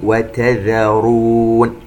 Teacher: الواو والتاء والذال من أحرف الاستفال، نحرص على الترقيق. الراء المضمومة مفخمة، حرف المد الذي يلي هذه الراء المفخمة يتبعها في التفخيم.